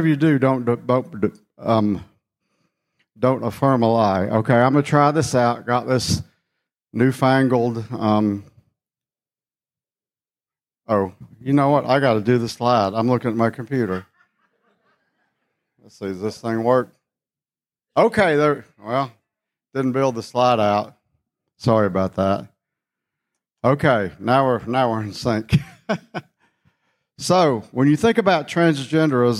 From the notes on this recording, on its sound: Session #2 of the Skyfall 2023 Conference.